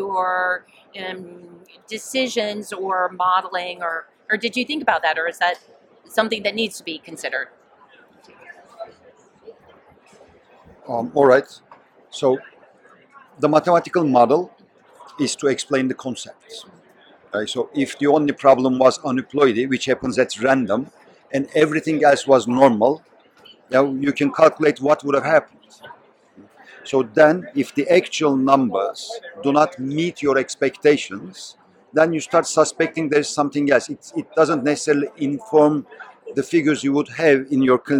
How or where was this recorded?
busy venue